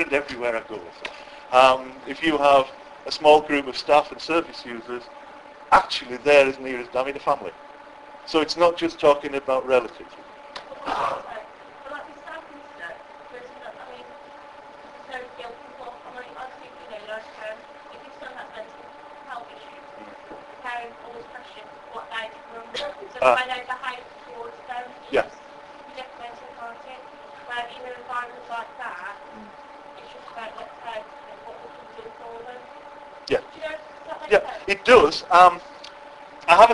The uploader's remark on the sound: This is the second part of a lengthy keynote speech I gave to a group of care providers at their conference in Walsall, UK.